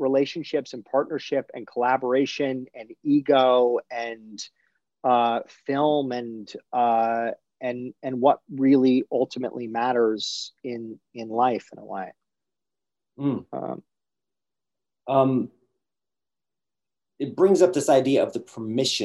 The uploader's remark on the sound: in a spoiler-filled virtual Q&A